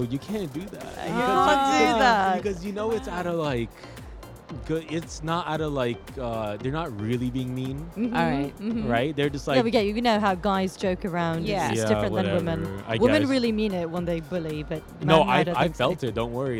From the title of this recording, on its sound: Live from SIBF 2023